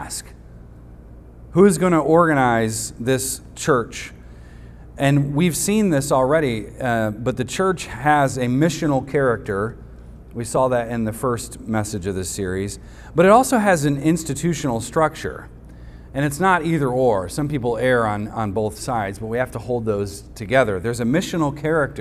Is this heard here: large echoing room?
yes